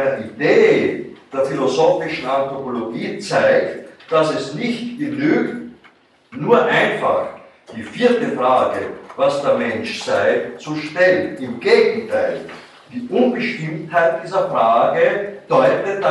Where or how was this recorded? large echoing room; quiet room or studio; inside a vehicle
large echoing room